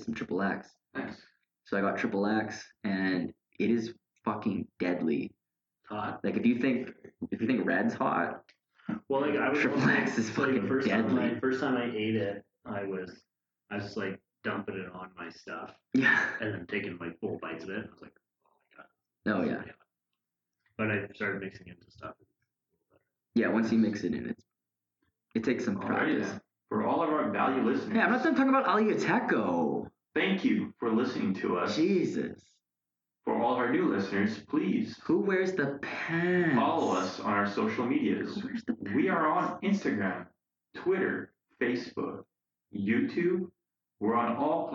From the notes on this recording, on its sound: APOLOGIES FOR THE AUDIO QUALITY WITH THIS ONE